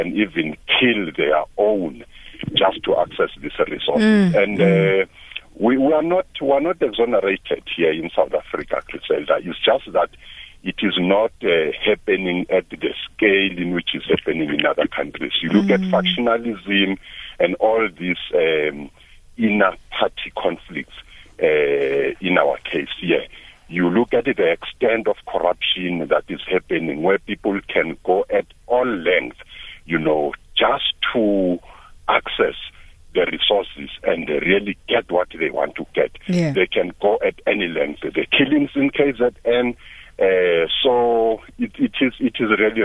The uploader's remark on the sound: GUEST (phone)